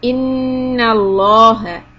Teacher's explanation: hold the noon shadda and make the lam heavy. Allaha.